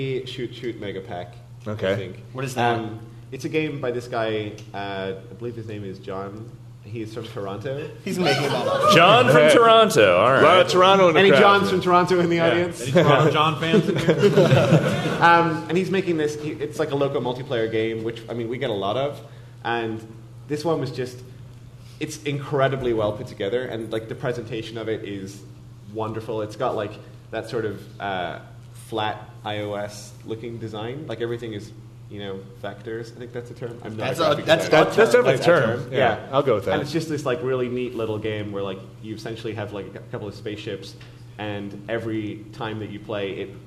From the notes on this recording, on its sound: We're live at PAX Prime 2015